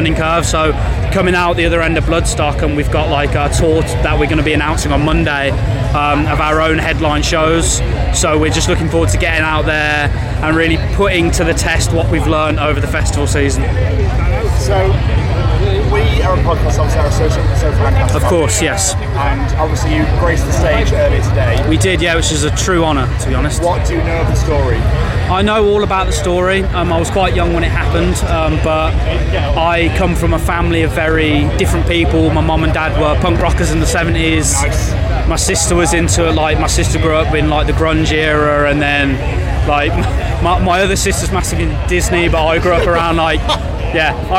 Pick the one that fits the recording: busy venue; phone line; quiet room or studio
busy venue